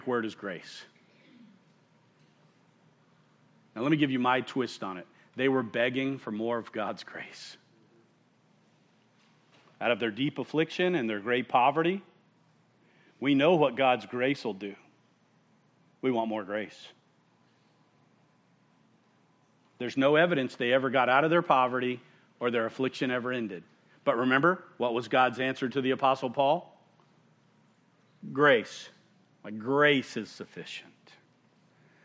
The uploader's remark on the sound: at Murrieta Valley Church in Murrieta, California